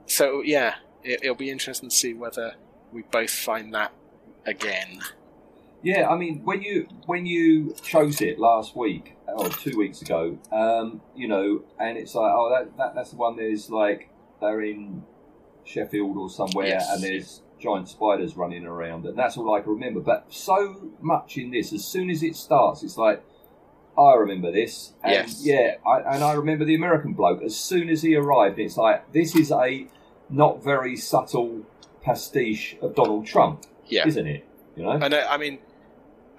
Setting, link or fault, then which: fault, poor sound quality